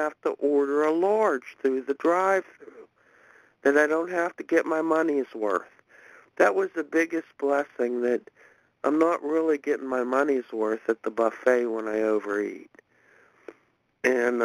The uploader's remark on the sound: from the 100 Pounders Phone Meeting, 1/5/23